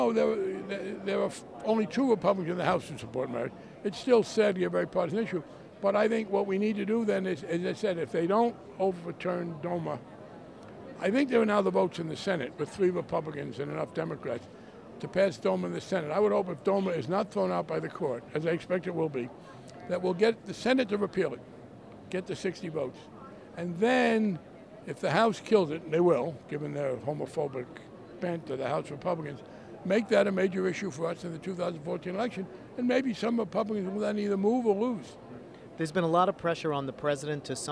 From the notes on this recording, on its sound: from the Netroots Nation Conference in San Jose